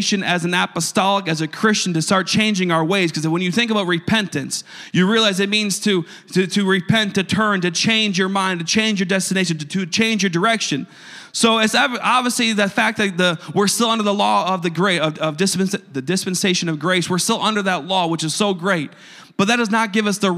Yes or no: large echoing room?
yes